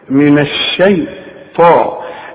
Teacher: الشين دائما في القرآن وانت خدتها مرققة دائما